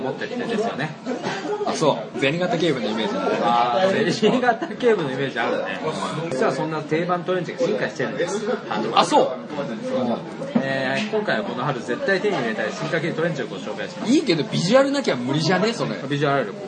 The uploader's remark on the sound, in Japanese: 蕎麦屋さんでの収録です